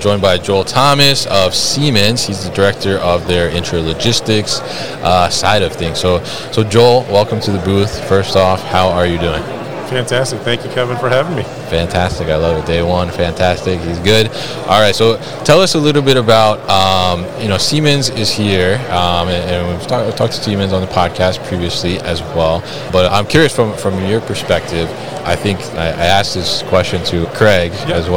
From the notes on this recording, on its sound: Live from ProMat 2023